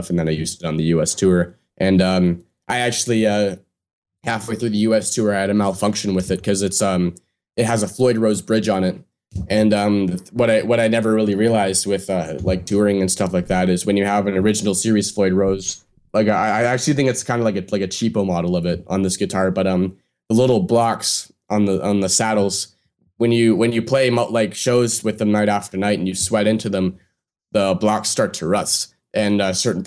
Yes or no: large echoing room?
no